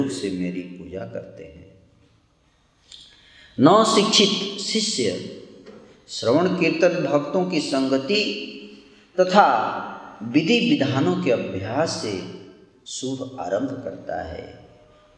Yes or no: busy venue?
no